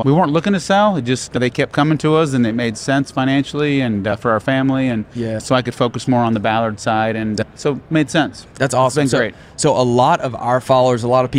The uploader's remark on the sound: from the Equip 22 Showroom Floor